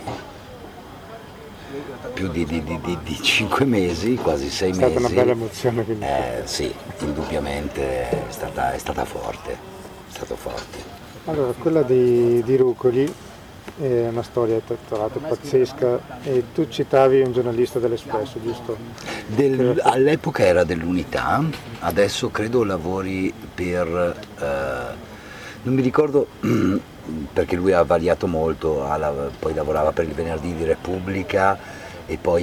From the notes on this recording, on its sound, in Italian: Altre tre interviste registrate ad Antiche Mura Teatro Festival